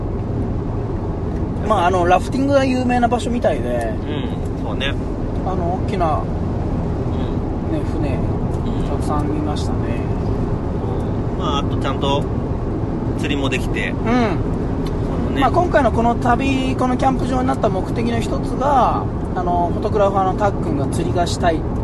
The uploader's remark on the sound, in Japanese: その帰りの車の中で。今回収録の途中で誰かが寝ます。